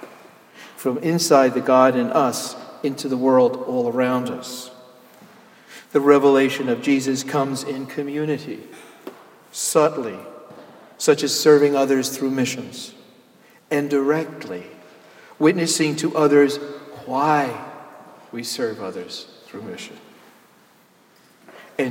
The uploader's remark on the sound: Sermon Delivered on Easter Sunday, Jan Hus Presbyterian Church and Neighborhood House, NYC